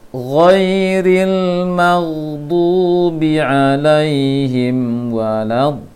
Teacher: terlalu lama menahan tasydid pada dhad atau terlalu lama menahan tasydid pada lam tasydid